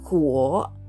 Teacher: ふお第三声低く発音します。